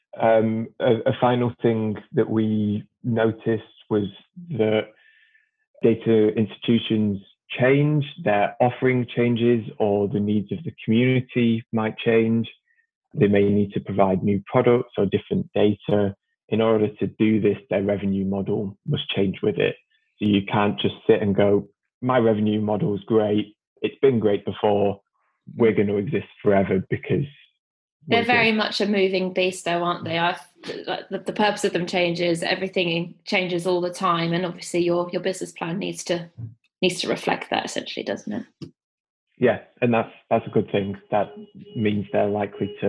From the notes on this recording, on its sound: This podcast was recorded remotely over Zoom.